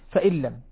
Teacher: النون أدغمت باللام ذاتا وصفة ولفظ وخطا أيضا، فلذلك تكون محذوفة فإن لم. وهنا بعض العلماء الحقيقة يقولون